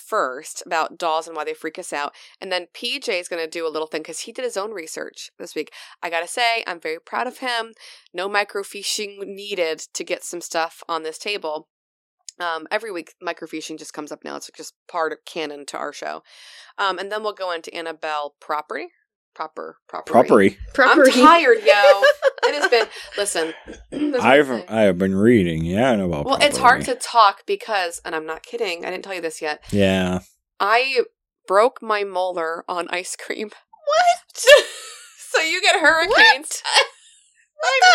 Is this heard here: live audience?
no